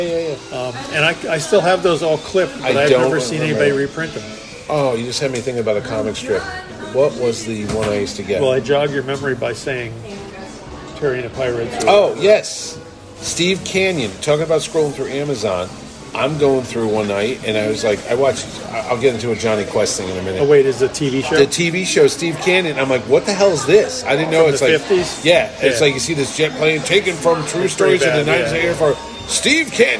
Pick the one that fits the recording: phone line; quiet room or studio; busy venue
busy venue